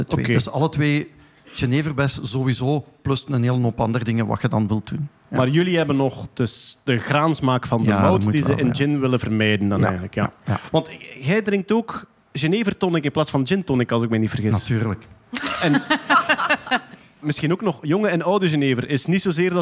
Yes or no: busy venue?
yes